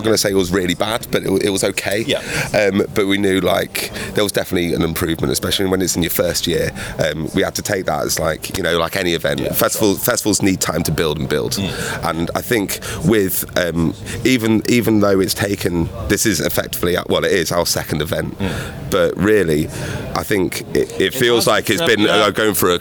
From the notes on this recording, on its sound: Visits the long-awaited return of Call Of The Wild festival at Lincolnshire Showground.